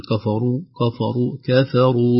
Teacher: نحذر أيضا من تفخيم الكاف والفاء، نقول كفروا كفروا كفروا بالذكر، قد يكون أيضا هذا من تأثرها بالراء، تأثر الكاف والفاء بالراء.